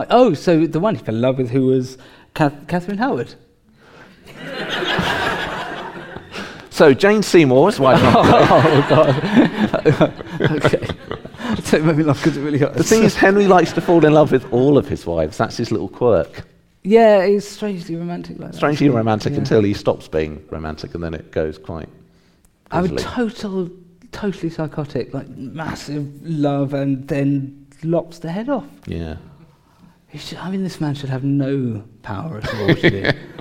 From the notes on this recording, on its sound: Live at Ludlow. We share our live podcast recorded at the Ludlow Assembly Rooms on Saturday 17 June 2023. Get the audience to vote for who they think was the greatest of them all.